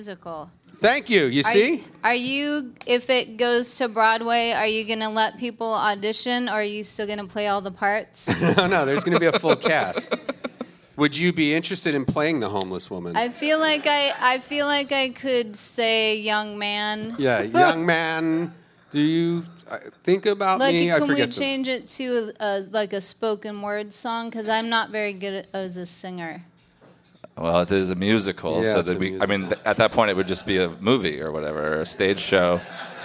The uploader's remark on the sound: BONE ZONE #222 LIVE IN AUSTIN